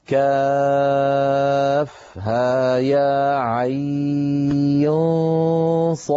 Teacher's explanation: حرف عين ينطق على 3 أحرف أوسطها حرف لين، ويمد بمقدار 4 أو 6 حركات من طريق الشاطبية، ويلحق بمد اللين، وذلك في كاف ها يا عين صاد، هنا مددته 4 حركات.